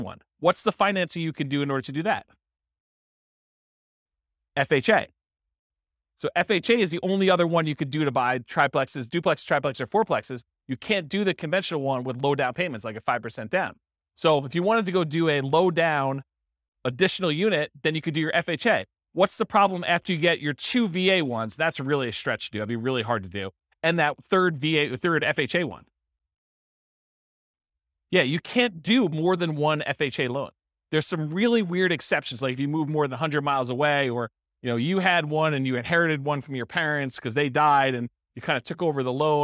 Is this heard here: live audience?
yes